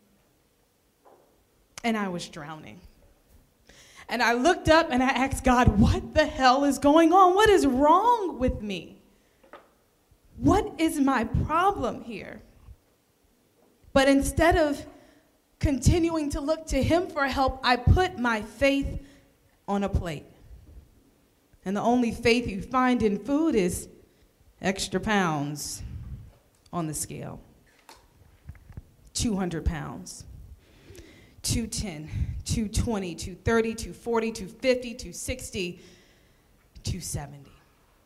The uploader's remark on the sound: From the LIVE Story Slammers event.